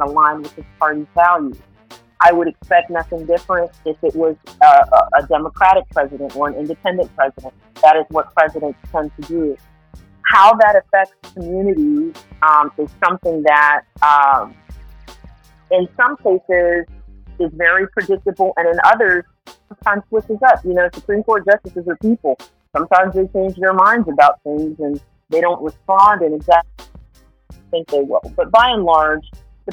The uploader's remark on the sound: today's call in interview